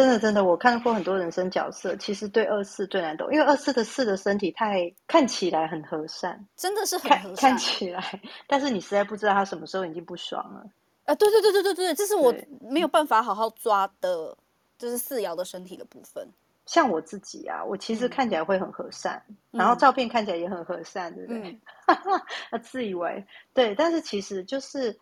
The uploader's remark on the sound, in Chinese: 此音檔是由club house直播中錄製的。故音質無法與專業麥克風及錄音室錄製比較。所有音檔都已盡最大能力去調整。